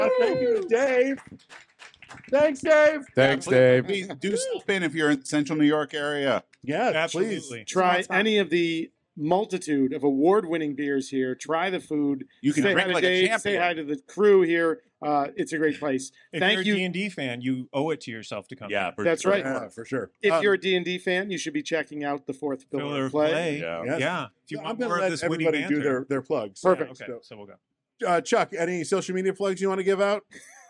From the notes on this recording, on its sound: This time live from Bullfinch brewpub in Destiny, USA, Syracuse, New York